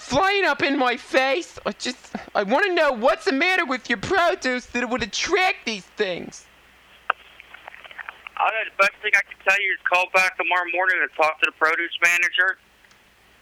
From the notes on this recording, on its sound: Prank Phone Calls